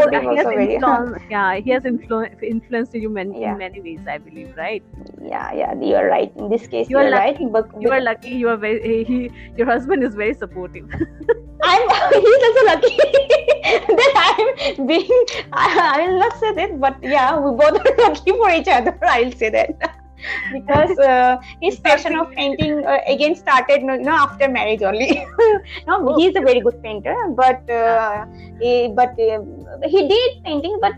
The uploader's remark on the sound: Please forgive us for the glitches.